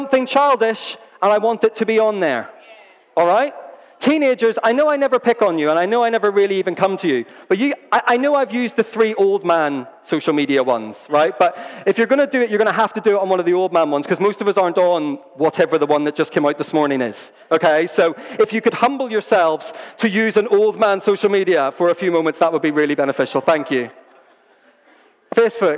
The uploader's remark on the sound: This was recorded at Skylark Church on 1st September 2019.